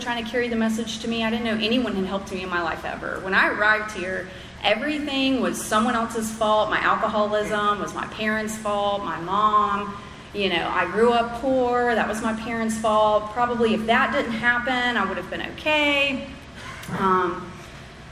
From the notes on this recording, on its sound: at the 7th Annual Spring Into Action Conference in Sanford NC on February 3 2024.